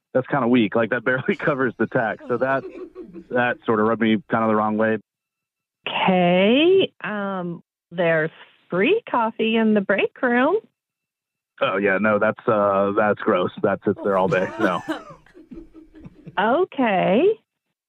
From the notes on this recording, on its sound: We’ll try to help with a brand new Awkward Tuesday Phone Call!